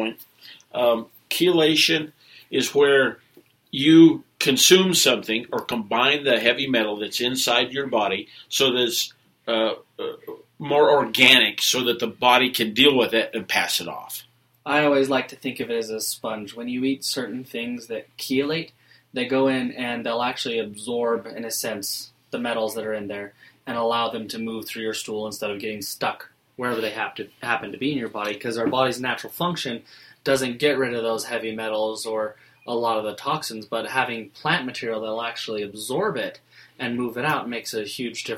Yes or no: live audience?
no